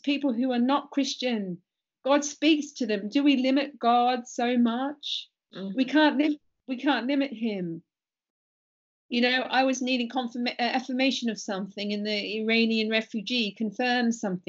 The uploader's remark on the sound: because it was internet video chatting, be prepared for occasional sound quality issues